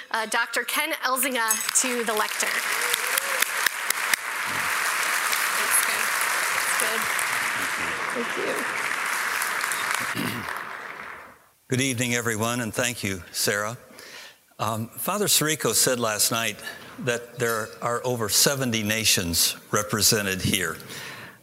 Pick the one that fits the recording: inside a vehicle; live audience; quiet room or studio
live audience